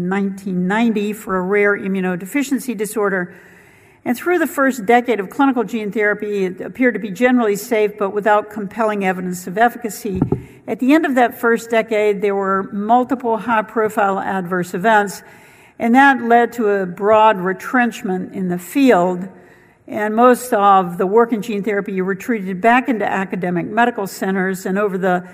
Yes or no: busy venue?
yes